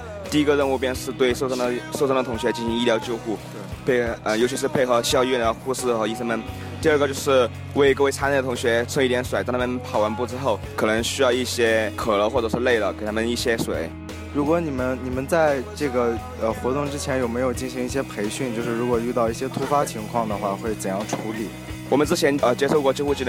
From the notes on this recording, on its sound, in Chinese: 校运会特别节目。小耳朵们快来听听记者小分队从现场发来的报道吧！